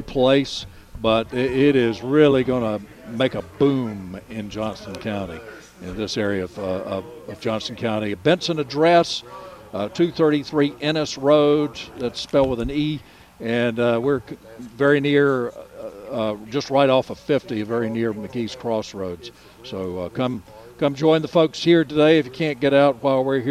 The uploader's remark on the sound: broadcasting live from Hand Picked Nursery